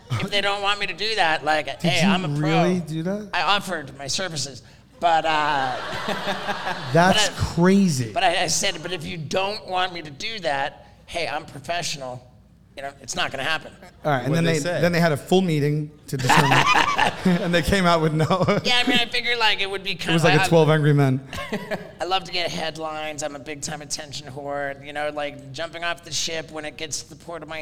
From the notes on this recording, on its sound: Doing our first ever live podcast in front of a sold out crowd. We were on the Impracticle Jokers Cruise Ship.